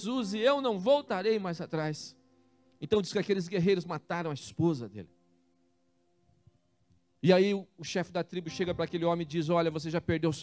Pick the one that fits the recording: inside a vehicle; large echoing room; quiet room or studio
large echoing room